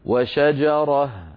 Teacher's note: نحذف التنوين ونقلب التاء هاء · Term: هاء تأنيث